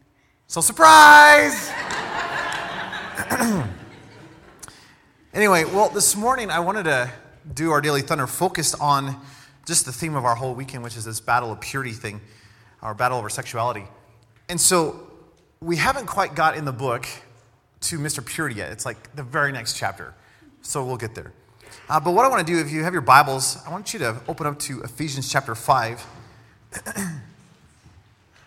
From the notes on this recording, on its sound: special edition message during our Alumni Conference